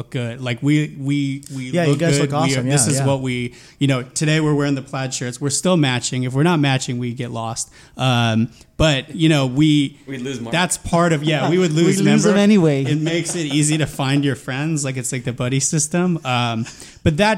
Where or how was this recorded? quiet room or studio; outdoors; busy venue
busy venue